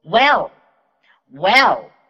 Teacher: 这虽然是短短的两个单词，主持人的句子，但是要说好这两个单词可不太容易呢。第一个单词 Well，它的结尾呢是一个 DuckL，也就是我们常说的模糊舌边音。在发模糊舌边音的时候，要注意将舌尖抵住上齿龈，让气流从牙齿的两边缝隙当中冲出来